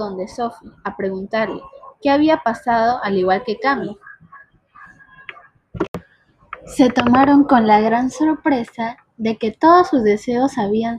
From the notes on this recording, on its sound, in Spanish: pido unas disculpas por el audio y las cortadas